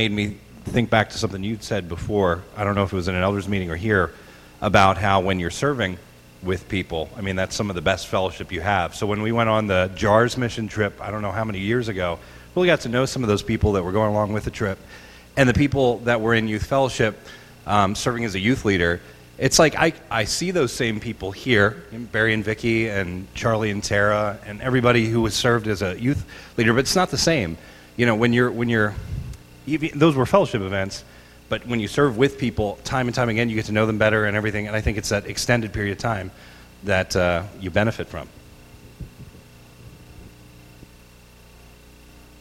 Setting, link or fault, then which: setting, large echoing room